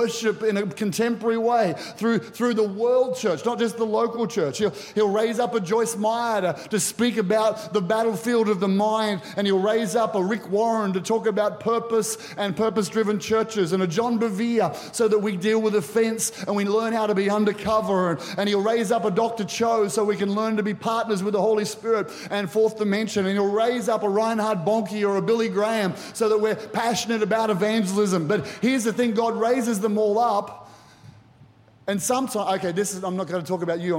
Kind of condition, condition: setting, large echoing room